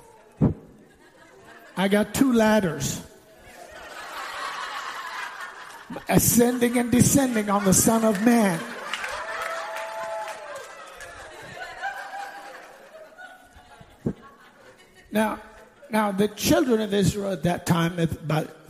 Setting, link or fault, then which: setting, large echoing room